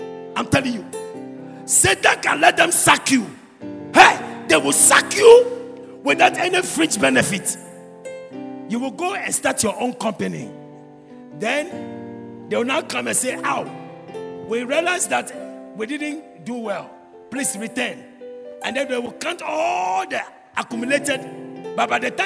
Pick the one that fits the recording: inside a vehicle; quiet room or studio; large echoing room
large echoing room